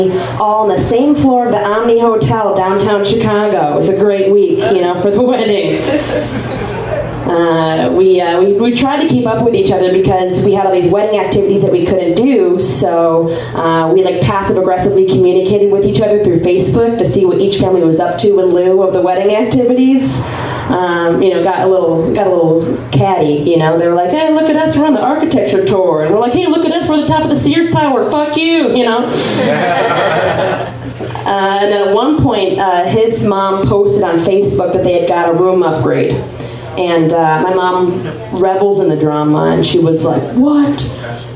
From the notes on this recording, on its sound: Live from Genuine Joe's